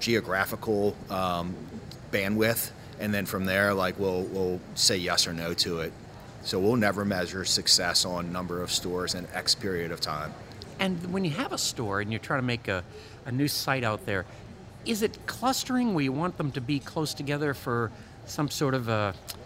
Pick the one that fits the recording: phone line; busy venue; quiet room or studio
busy venue